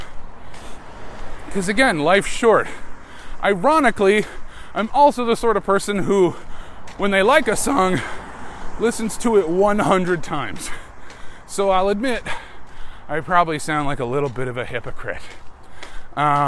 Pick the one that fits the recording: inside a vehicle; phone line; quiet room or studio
inside a vehicle